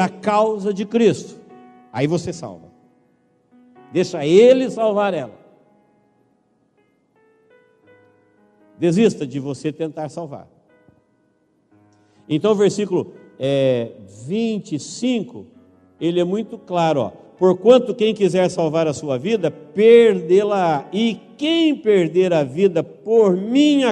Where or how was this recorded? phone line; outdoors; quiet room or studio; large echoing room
large echoing room